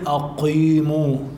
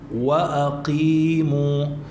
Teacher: جبت القاف لكن من غير استعلاء · Shown in: second take · أما لو قلت أنا مثلا قال، هون من أحرف الاستعلاء قال، أما هنا وأقيموا عليها كسرة، ما مثل لما بتكون عليها فتحة.